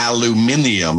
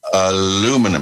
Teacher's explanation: No, it's actually spelled different, and there's an entire additional syllable in the English version of that · Shown in: first take